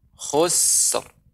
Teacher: sin ini huruf hamas. Ketika dia sukun tetap mengalir udaranya